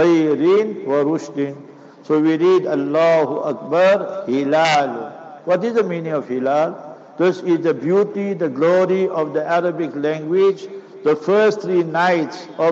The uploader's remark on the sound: Jumu'ah Lecture - Raisethorpe Masjid - PMB